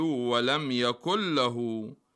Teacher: تدغم نون كلمة يكن في اللام · Term: الإدغام